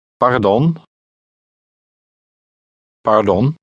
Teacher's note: Note the sound of the Dutch R in the middle of the word. It is pronounced with a slight trill.